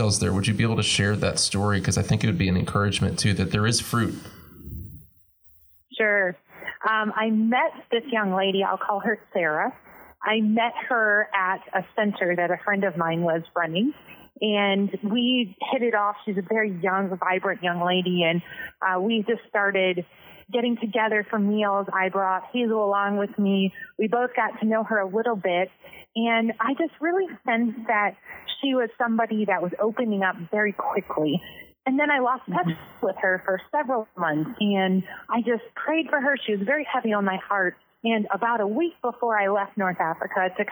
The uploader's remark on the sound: Two anonymous, female ABWE missionaries in North Africa join us over the phone.